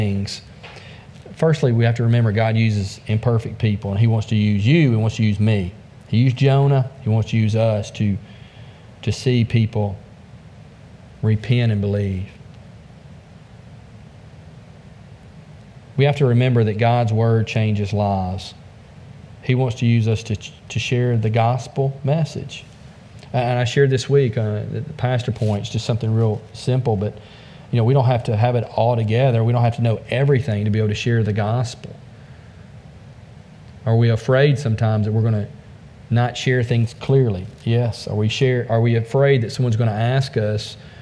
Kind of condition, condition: setting, large echoing room